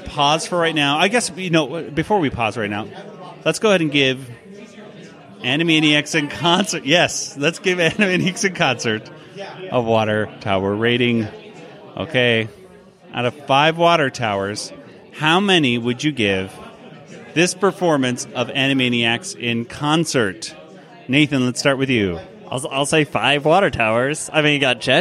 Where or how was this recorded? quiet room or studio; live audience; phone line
live audience